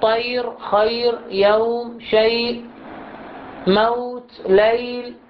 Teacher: كل هذه يعني يمكن لنا الوقف على هذه الكلمات بمقدار مد من اثنين إلى ست حركات · Term: مد اللين العارض للسكون